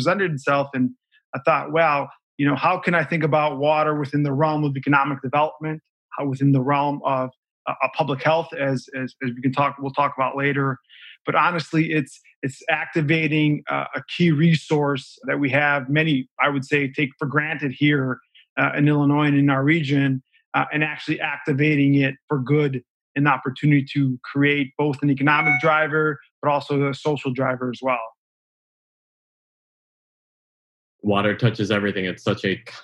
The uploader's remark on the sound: This Dialogue was conducted over Zoom, in recognition of the importance of safety and social distancing in the pandemic.